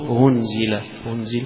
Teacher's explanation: إن الهمزة نفسها يقرأها بين لا هي ألف ولا هي همزة، ما هي ألف ولا هي قريبة من الهاء، وإن كان ما هي شاء ما هي شاء فيقوم يخرجها من الحلق هنزل هنزل إذا وقف عليها بما منزل. · Term: التسهيل